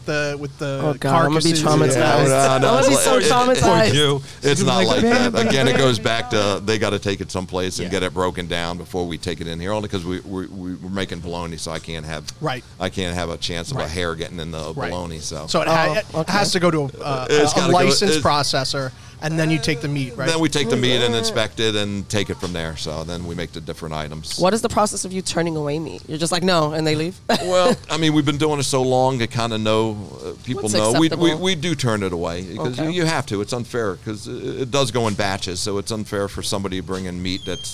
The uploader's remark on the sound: On location at a Greek owned, German butcher! A must visit if you are in the Hudson Valley!